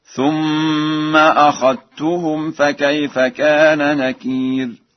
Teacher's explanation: قرأ ورش أخذتهم بالإدغام، أي بإدغام الذال في التاء هكذا